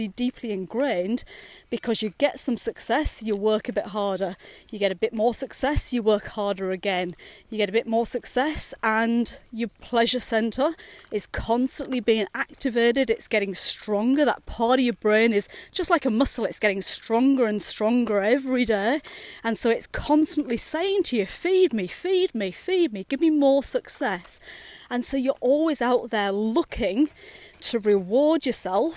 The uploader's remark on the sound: recorded during daily walks